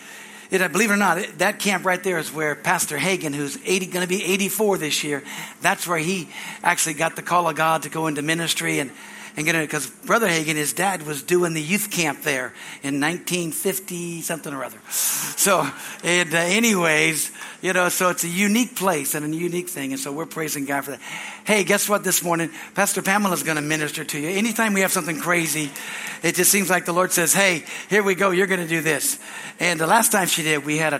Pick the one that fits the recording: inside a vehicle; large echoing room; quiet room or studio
large echoing room